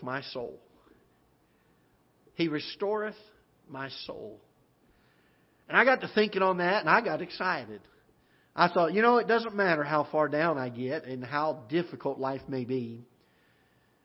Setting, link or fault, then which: setting, large echoing room